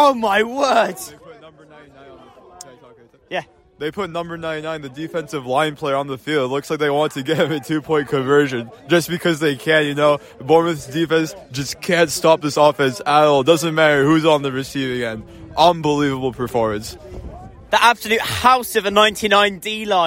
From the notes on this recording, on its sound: Live commentary from the Rubber Crumb